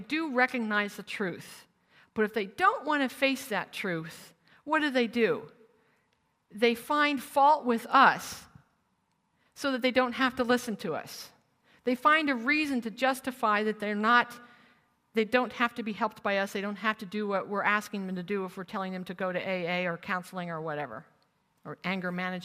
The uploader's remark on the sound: Originally recorded as a live retreat in New Zealand